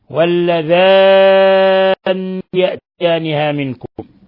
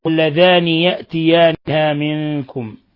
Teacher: بتشديد النون مع المد المشبع · Shown in: first take